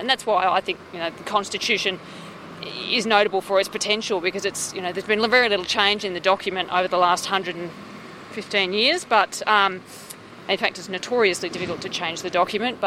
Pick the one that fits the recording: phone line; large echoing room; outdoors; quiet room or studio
outdoors